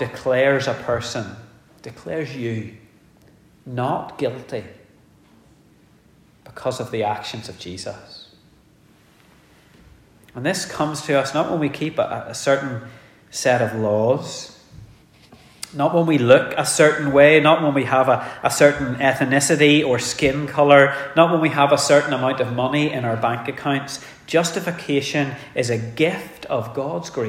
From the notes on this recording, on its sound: The sermon was preached in our communion service